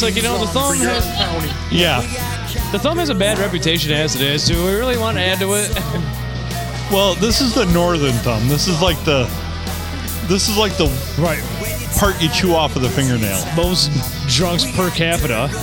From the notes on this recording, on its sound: Recorded on a Sunday at the World-Famous Blue Water Sports Bar and Grill in not so World-Famous Downtown Port Sanilac.